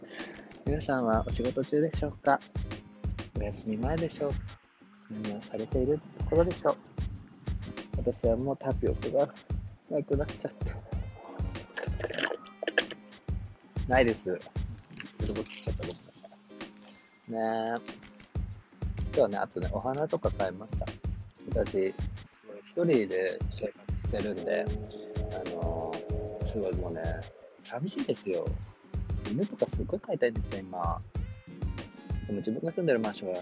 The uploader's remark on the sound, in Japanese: 川沿いでの収録のため風の音が少し入っちゃいましたが、ポカポカ陽気の中収録しましたよ〜。